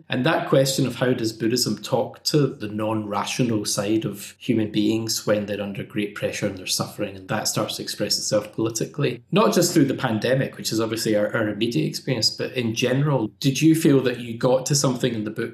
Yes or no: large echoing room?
no